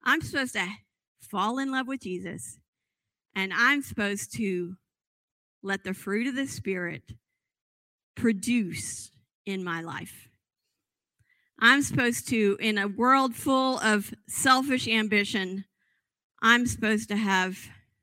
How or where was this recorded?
large echoing room